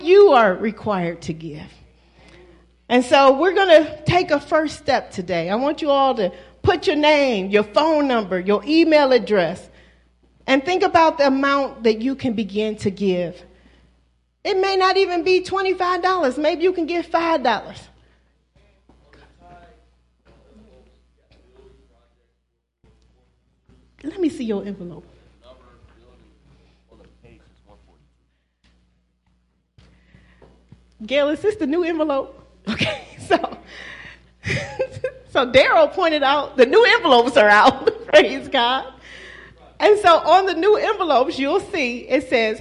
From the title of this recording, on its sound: Celebration of Praise and Worship Service at New Life At Calvary